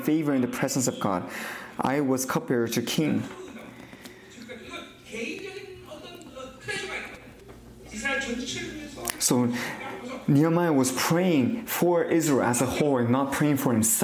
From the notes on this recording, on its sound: 2023 New Years Conference. Conference sermon.